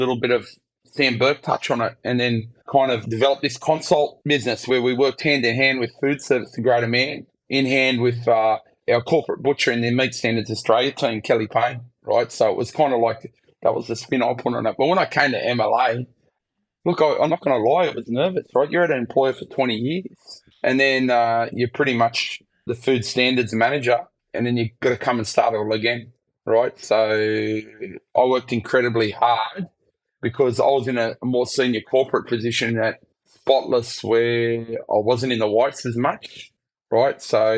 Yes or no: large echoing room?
no